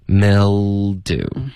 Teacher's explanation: mil 音节结尾呢是舌尖顶上颚发一个 L 的音